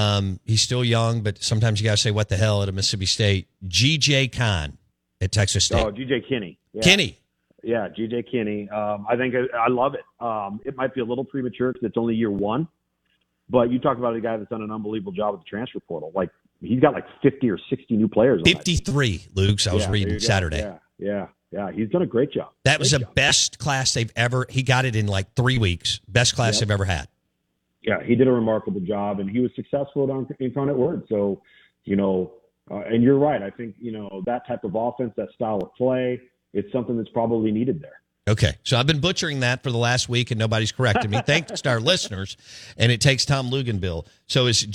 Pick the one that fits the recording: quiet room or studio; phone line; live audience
phone line